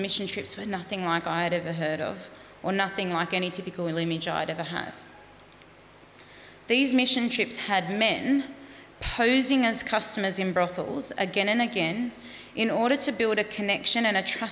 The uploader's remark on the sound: Live Studio Audience